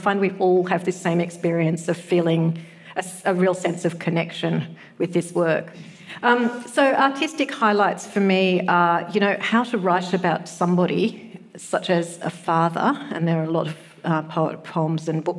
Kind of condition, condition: setting, live audience